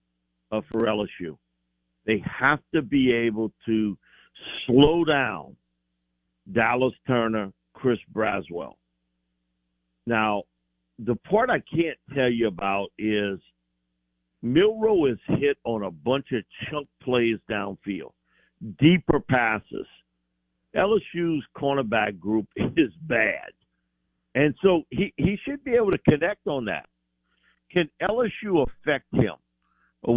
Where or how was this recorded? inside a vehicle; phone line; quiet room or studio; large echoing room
phone line